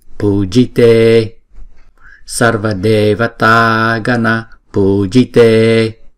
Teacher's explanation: chữ e là lúc nào cũng hai nhịp hết